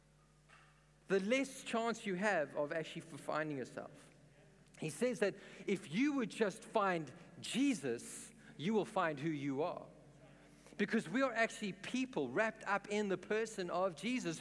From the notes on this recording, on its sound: In this message I preached at Revive Church